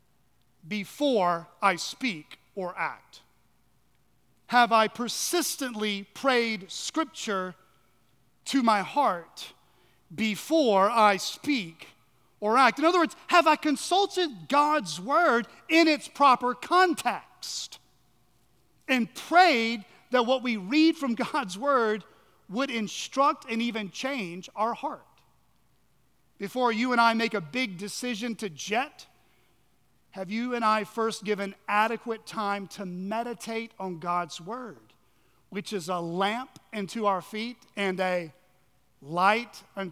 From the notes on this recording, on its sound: at Chaffee Crossing Baptist Church in Barling, AR.